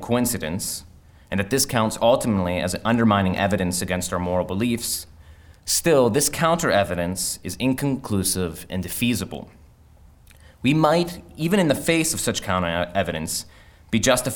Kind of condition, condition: setting, large echoing room